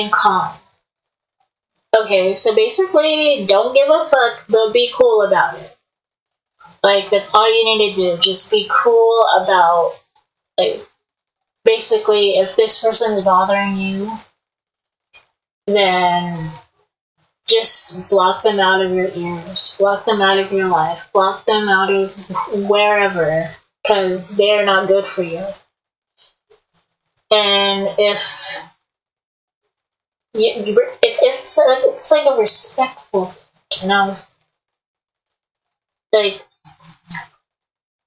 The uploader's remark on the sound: I couldn't make the audio clear